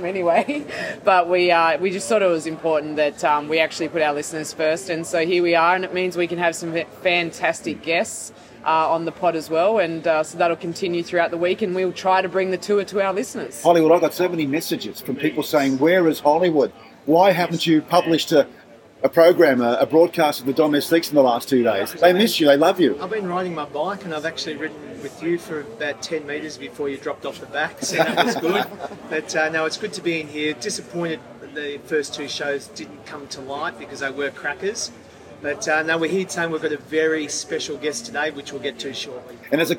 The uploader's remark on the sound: We're live at the Adelaide Hilton.